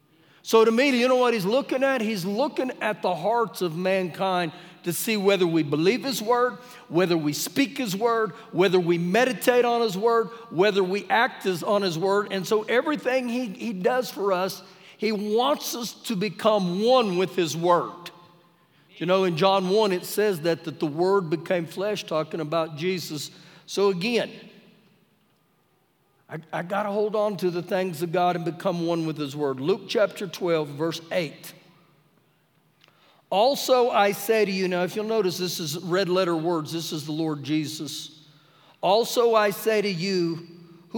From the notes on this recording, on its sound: Recorded live during our Wednesday night service